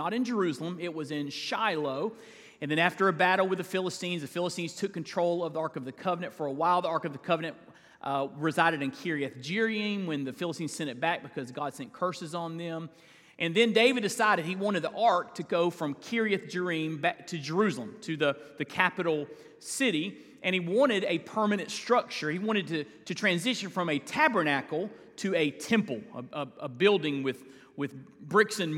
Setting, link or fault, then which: setting, large echoing room